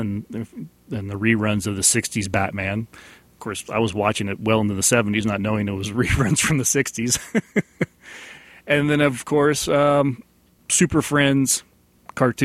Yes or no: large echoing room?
no